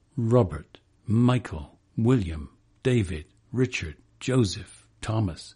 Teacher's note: But the next seven, Robert, Michael, William, David, Richard, Joseph, Thomas, and the vast majority in the top 100 are troches. Two-syllable names with the stress on the first syllable.